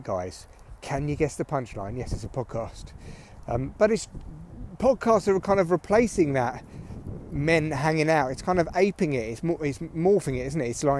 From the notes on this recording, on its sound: Yes it’s very windy but it’s an adventure in audio.